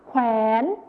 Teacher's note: คำว่าแขวนเป็นภาษาไทยมาตรฐานจะมีคำควบกล้ำวอแหวนนั่นเองค่ะ